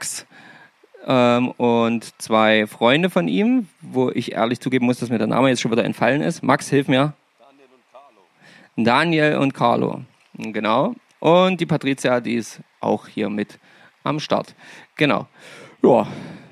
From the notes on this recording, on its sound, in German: Ein Folge mit tollen Live Mitschnitten vom Wasser und Erzählungen von zu Hause am Mikrofon.